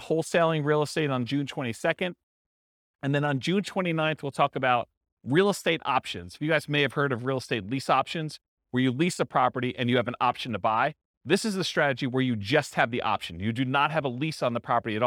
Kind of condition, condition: setting, live audience